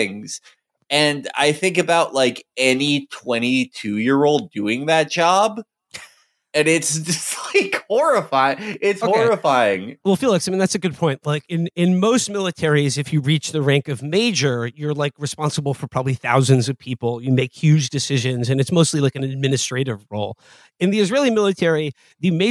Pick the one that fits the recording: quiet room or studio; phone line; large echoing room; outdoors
quiet room or studio